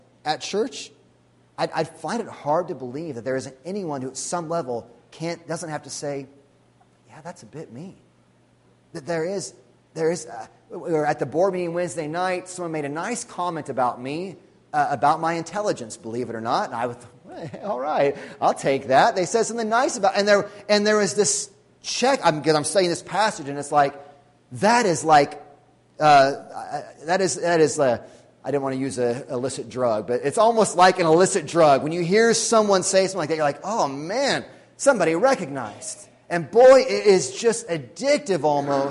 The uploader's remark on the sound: Sunday Morning Sermon Audio.